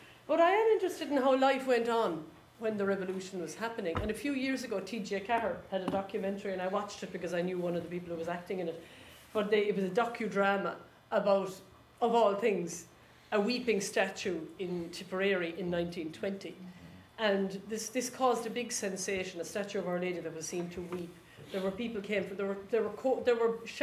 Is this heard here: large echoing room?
yes